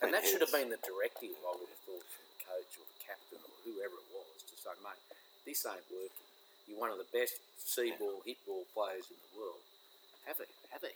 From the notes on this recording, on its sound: Largest Southern Hemisphere MAN CAVE. Oh yeah the noise you can hear is the crickets its all part of the atmosphere.